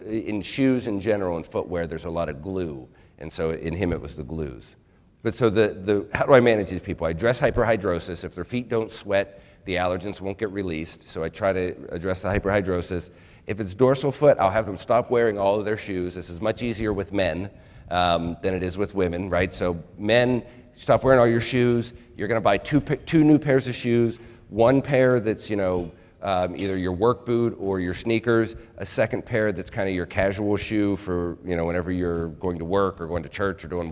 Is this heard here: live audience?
yes